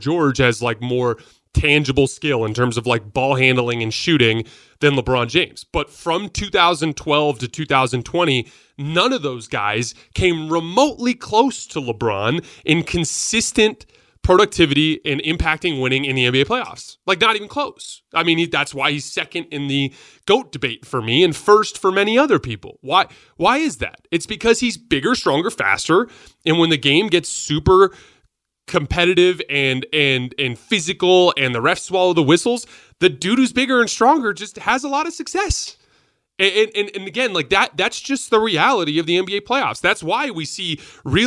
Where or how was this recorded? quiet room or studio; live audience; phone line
quiet room or studio